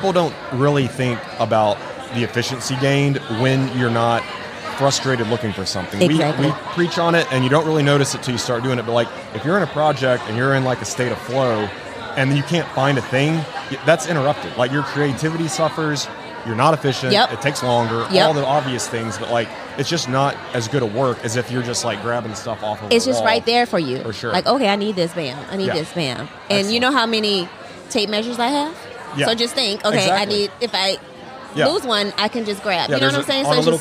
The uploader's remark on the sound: LIVE from HAVEN 2022